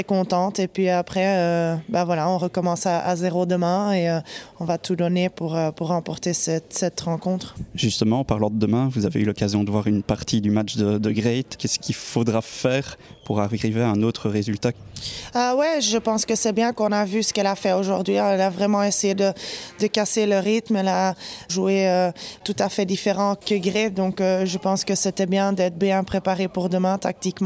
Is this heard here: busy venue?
yes